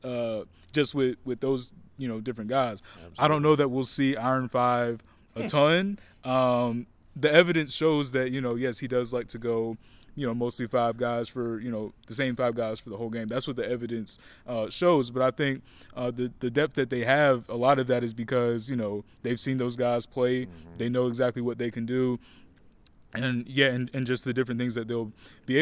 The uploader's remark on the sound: On Location at UNC Basketball Media Day